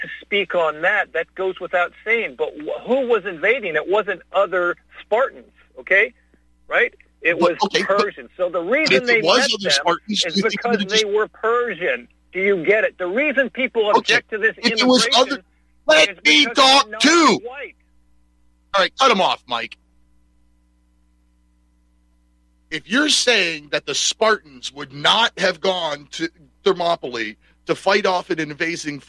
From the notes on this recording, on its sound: Your phone calls.